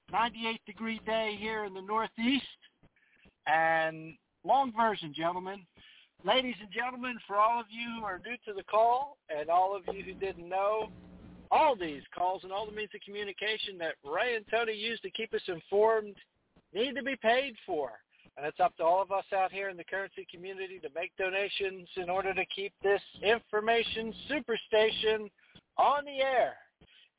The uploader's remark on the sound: TNTSuperfantastic Conference Call